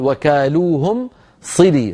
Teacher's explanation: صلي أصلها صل فعل الأمر، وكسرت اللام وأشبعت كسرتها من أجل أيضا الضرورة الشعرية